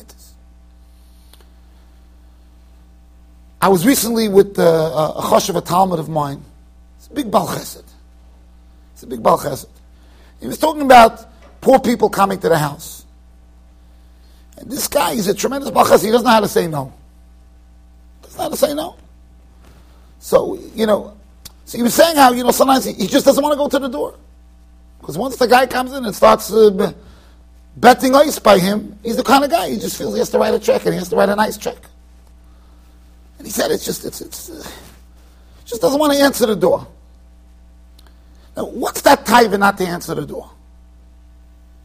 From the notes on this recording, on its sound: Shiur recorded in Yeshivas Ohr Reuven, Monsey NY.